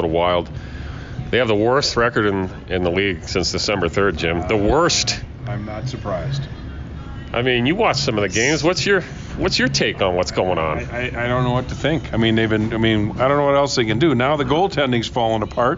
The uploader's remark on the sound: comes to your ears from Bender’s Bar and Grill